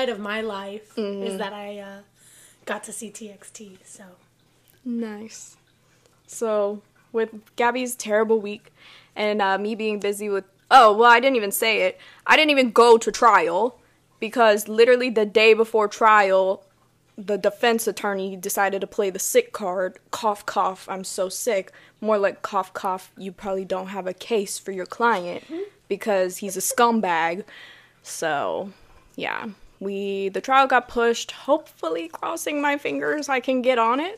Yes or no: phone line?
no